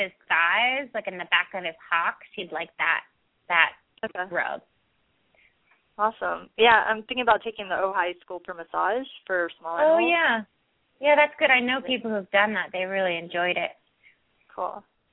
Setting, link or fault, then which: link, phone line